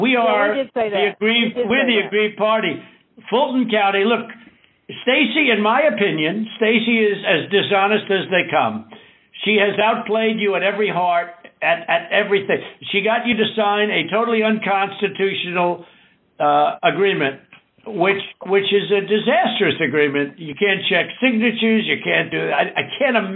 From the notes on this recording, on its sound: the uninterrupted, unedited phone call